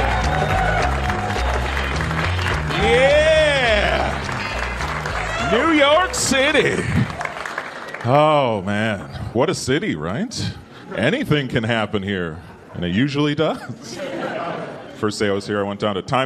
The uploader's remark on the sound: Gotham Comedy Live Stand Up Comedy